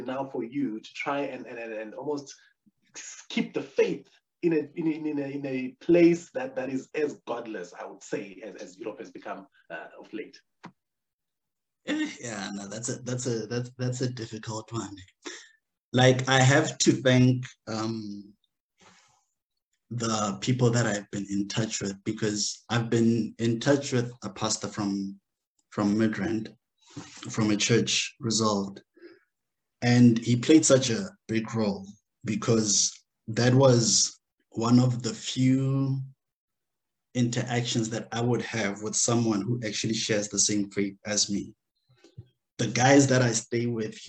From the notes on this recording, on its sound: The series is webcast via Zoom